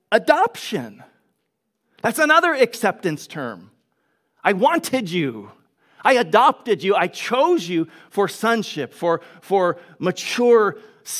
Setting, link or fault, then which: setting, large echoing room